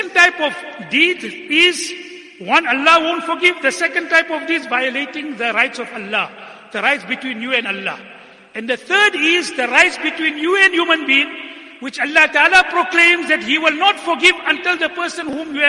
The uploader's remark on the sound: Jumuah lecture.